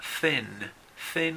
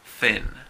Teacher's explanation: Para hacer el sonido de la TH, se coloca la lengua entre los dientes superiores e inferiores. Y hay dos sonidos. Una sin voz, simplemente expulsamos aire.